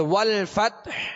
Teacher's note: آگے والفتح، والفتح یعنی ہا پر ہم نے سانس توڑ دیا، آواز اور سانس توڑ دیا اور وقف کیا ہم نے، ہا کو ساکن کرنا ہے لہذا ہا پر ہی اختتام ہوگا، ہا ساکنہ پر آواز اور سانس کا اختتام ہوگا. والفتح یعنی آخر میں ظاہر کریں گے ہا، ہا ساکن ظاہر کریں گے.